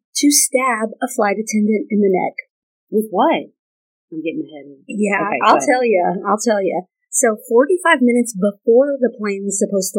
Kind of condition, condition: fault, poor sound quality